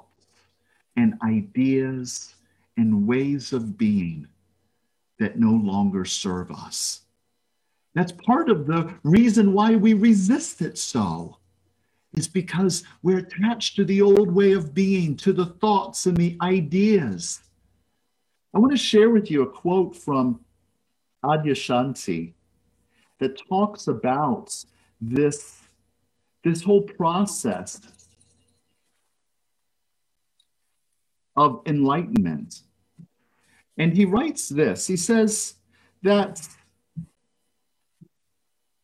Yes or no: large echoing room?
yes